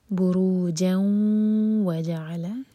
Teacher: في السماء بروجا، راہوی، بروجا وجعل، جوں ادغام غنہ کے ساتھ، تو دو سیکنڈس کا ٹائم دیں گے اور ناک میں آواز لے جائیں گے